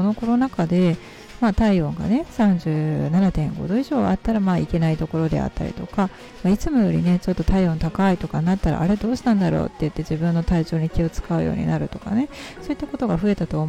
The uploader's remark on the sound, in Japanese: 外での収録少しマイクが近くてうるさくてすみません